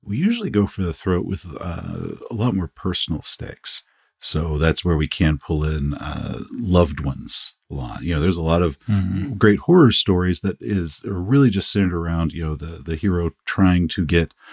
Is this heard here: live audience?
no